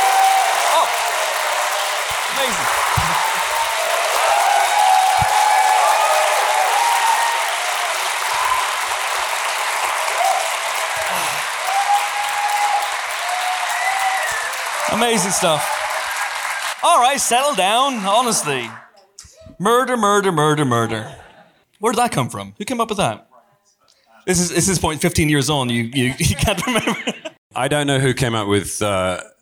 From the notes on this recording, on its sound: A Live Celebration. Recorded live at Kings Place. Live on stage.